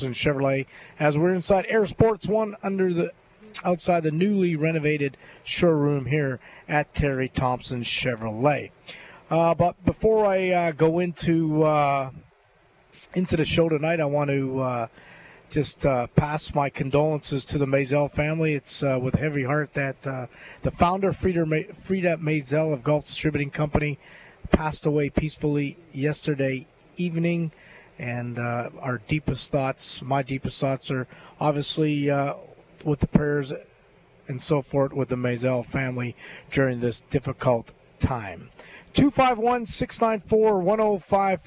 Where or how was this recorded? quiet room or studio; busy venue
busy venue